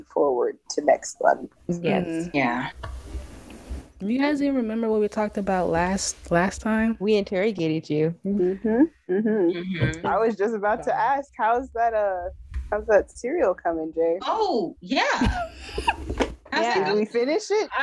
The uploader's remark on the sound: Sorry the Audio is messed up this episode